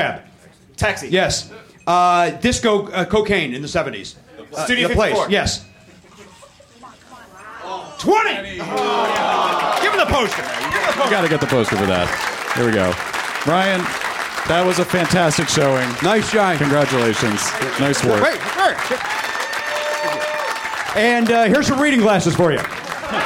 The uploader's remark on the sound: Live in Minneapolis